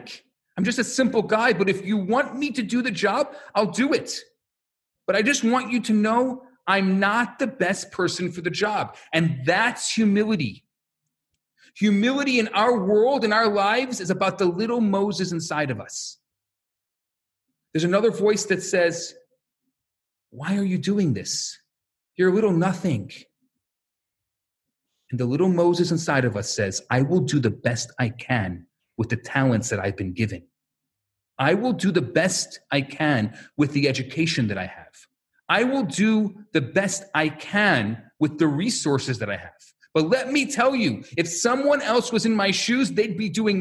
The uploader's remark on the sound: Recorded Live at Rohr Chabad NDG in Montreal, Canada. A Live Workshop.